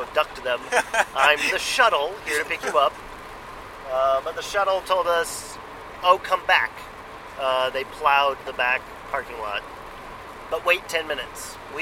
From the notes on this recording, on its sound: Sorry about the sound quality: we recorded this in a car racing down the highway while sleet poured down.